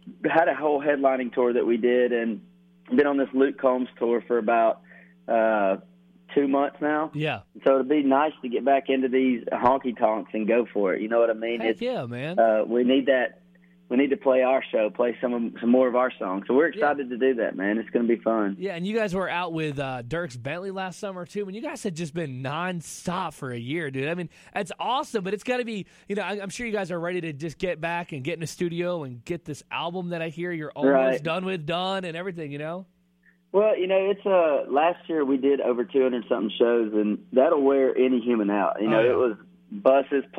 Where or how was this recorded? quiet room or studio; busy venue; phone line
phone line